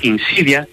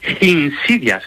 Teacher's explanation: él decía insidias, con una H aspirada al principio · Shown in: second take